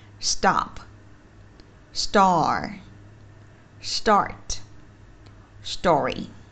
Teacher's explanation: âm s mà đi chung với âm t, thì âm t không được đọc tròn âm là âm t nữa mà đọc giống như là âm tờ trong tiếng việt